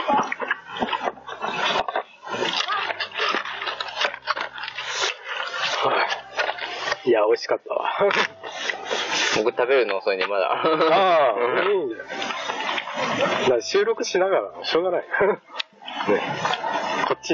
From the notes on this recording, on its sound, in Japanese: 今回は私が岐阜県美濃加茂市にお邪魔しました！お昼の時間にこの収録してます！！音質はちょっと良くないですが。